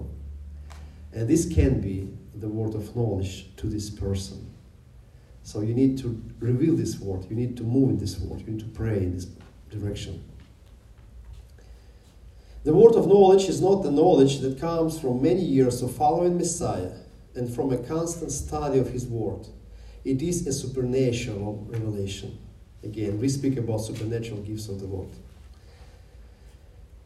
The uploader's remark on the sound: Videos recorded live at Jewish Messianic Congregation of Jacksonville